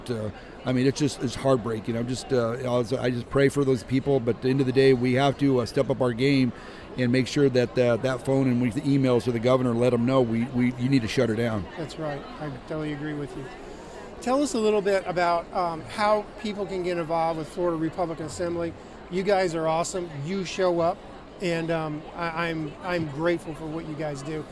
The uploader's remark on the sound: Great live interview at the Florida Parent Educators Association.